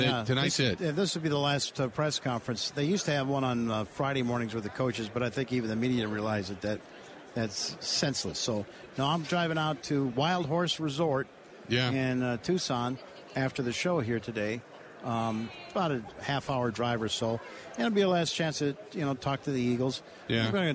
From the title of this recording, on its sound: Live From Super Bowl Radio Row